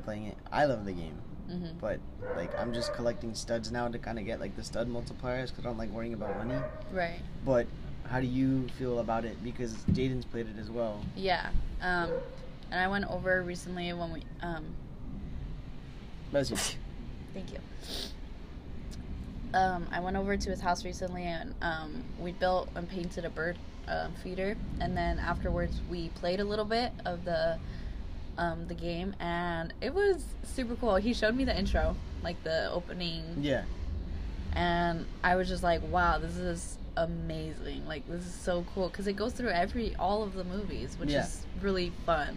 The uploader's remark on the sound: Super loud outside noise… we are really sorry